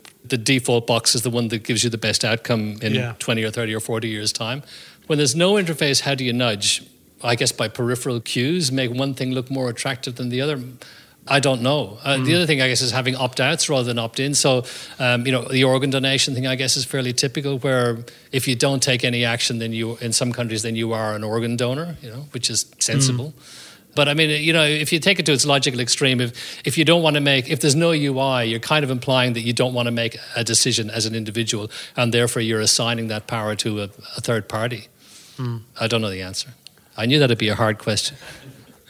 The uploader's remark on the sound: Live audience. Our very first live podcast in front of an audience. The show was recorded at the incredible offices of FutureYou, a boutique recruitment consultancy based in downtown Sydney.